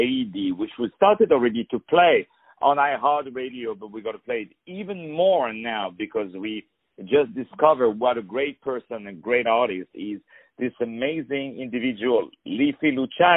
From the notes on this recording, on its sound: On the phone